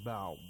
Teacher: You lengthen the ضاد a little bit. You don't just say بَعْض. · Term: استطالة